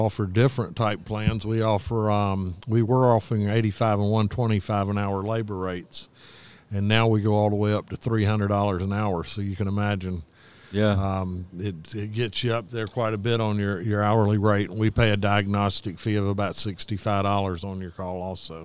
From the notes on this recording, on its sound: This episode is recorded live from the AHRexpo in Orlando FL 2020.